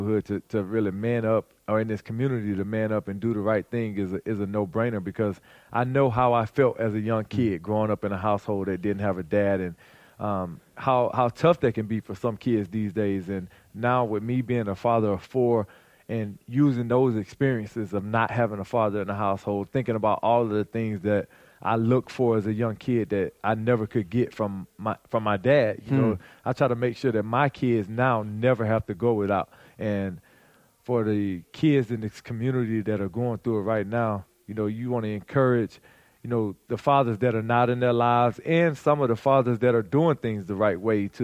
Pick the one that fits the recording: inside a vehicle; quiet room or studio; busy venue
busy venue